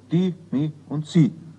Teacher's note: Die Wörter Dich, Mich und Sich werden zu Die, Mi und Sie.